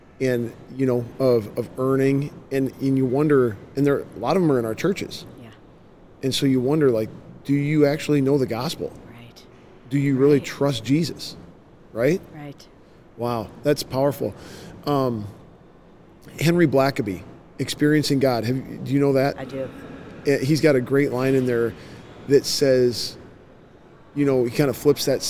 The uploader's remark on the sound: LIVE from CPE 2022!